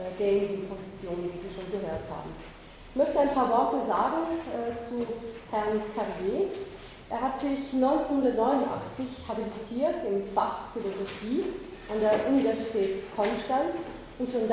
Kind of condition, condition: setting, large echoing room